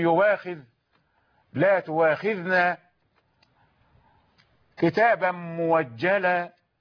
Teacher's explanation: إن ورشا يبدل الهمزة واوا إذا كانت مفتوحة بعد ضم. تؤاخذنا، تؤا همزة مفتوحة بعد ضم التاء، يؤاخذ وهذا، فيقرأ بالواو لقول الإمام الشاطبي: والواو عنه إن تفتح إثر الضم نحو مؤجلا.